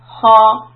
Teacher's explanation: for letter ha, the back of the tongue has to go up. Ha with the fatha makes the sound ha, ha.